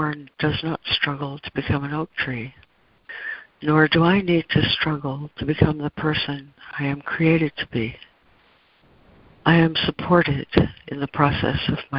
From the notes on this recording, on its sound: ACIM Daily Conference Call.